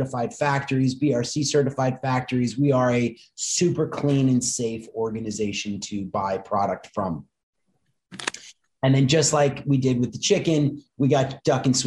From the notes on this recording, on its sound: Listen in on a very tradeshow like conversation.